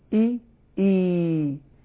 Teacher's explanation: الزيادة التي حصلت على الكسرة فأشبعتها حولتها إلى ياء، والزيادة التي دخلت على الفتحة فأشبعتها حولتها إلى ألف، والزيادة التي دخلت على الضمة فأشبعتها وحولتها إلى واو. · Term: المدود الطبيعية